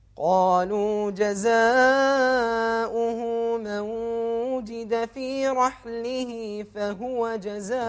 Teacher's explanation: وضح الضم على الهاء فهو